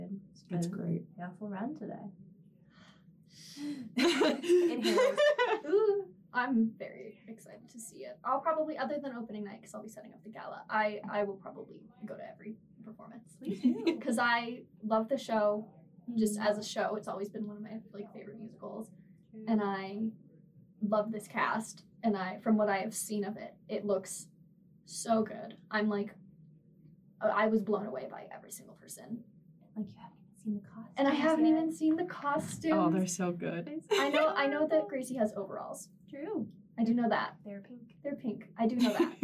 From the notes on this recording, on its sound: The recording computer decided that it hated us today and the audio was recorded on the incorrect microphone, so the audio quality is a little subpar.